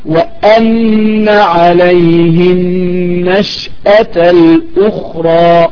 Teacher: لابد ان تضغط على الهمزة لكي نسمع الهمزة واضحة ليس فيها أي نوع من أنواع التسهيل